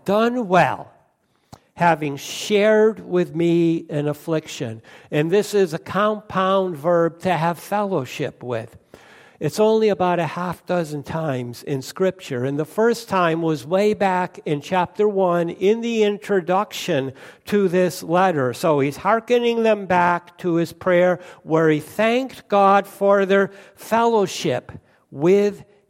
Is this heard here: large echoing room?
yes